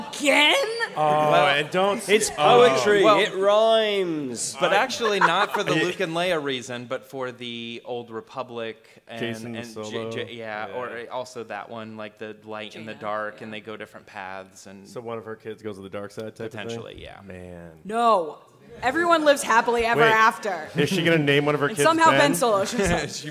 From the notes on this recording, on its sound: Star Wars Celebration LIVE Podcast. We have brought our experience to you with our live podcast from the conventions! Took live audience questions.